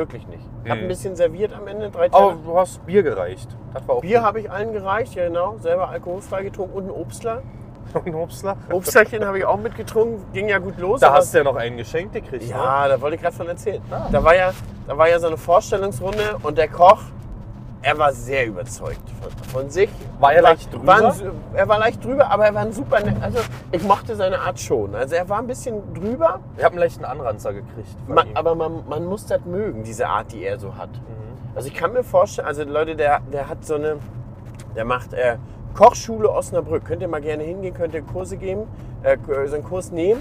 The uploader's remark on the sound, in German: auf dem Heimweg haben sie den Podcast zusammen im Auto aufgenommen